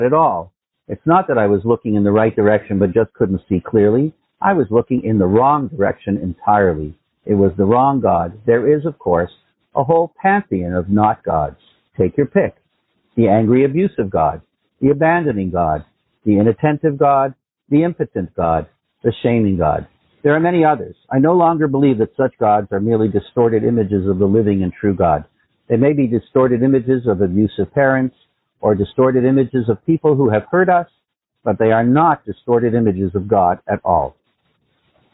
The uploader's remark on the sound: Phone Meeting Workshop